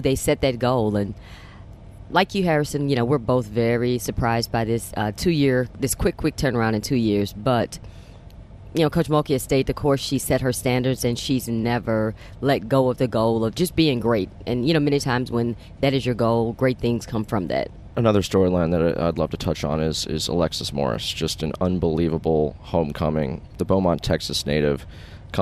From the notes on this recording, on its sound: On the bus ride to the airport